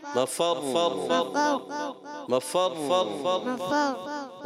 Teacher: را کو تھوڑا سا اپنے تھوڑے دیر جاری رکھنا ہے را کی آواز